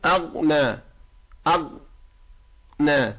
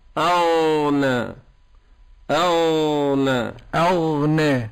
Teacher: لا بد أن يجري الصوت. الغين حرف رخو · Shown in: second take